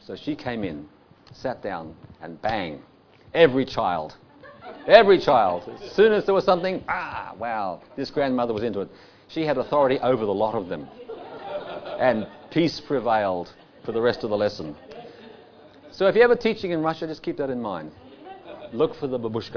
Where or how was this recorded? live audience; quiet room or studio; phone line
live audience